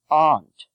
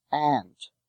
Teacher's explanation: This word is pronounced differently in different regions. In New England, it is pronounced aunt. Elsewhere, it is pronounced with a short A as ant.